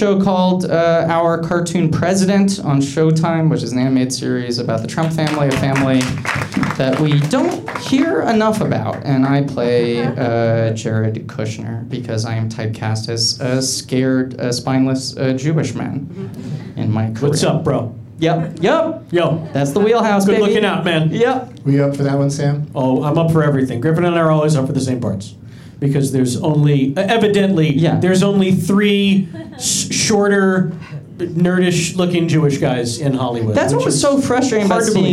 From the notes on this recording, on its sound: Live from Flappers in Burbank